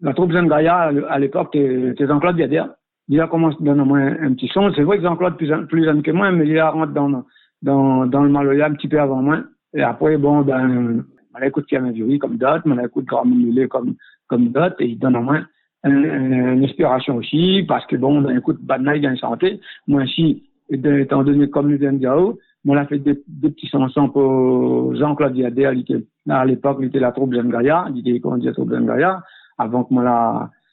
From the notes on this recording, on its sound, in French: par téléphone